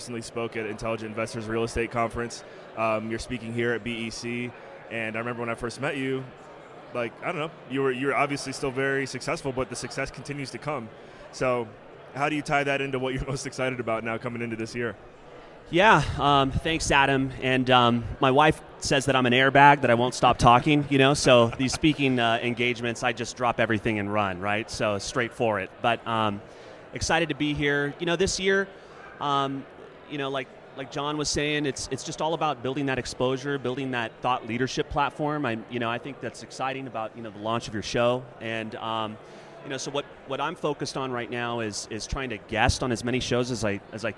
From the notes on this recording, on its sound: at the Best Ever Real Estate Conference (BEC)